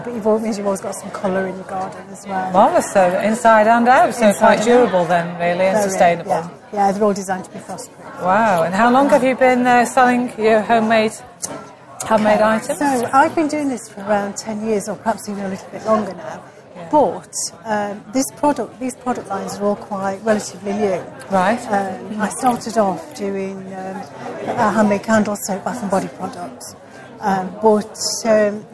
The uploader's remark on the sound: Full Circle Podcast at the Hope and Harmony MBS Show. We got to talk to many people making new friends and getting to watch and record their inspired talks and demonstrations.